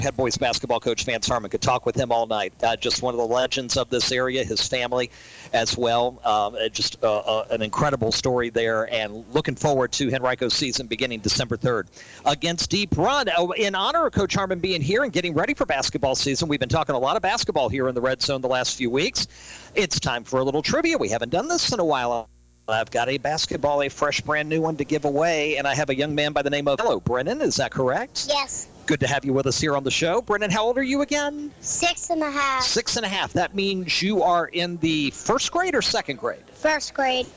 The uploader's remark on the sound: Heard live from Sports Page Grille in Ashland each Monday night from 6 to 7pm on 102.9 The Mater (102.9 FM/1430 AM).